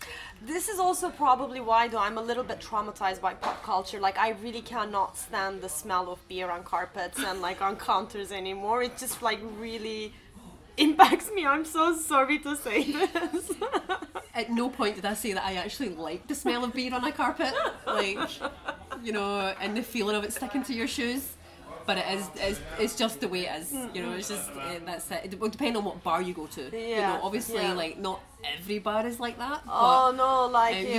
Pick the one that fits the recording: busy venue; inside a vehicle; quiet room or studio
busy venue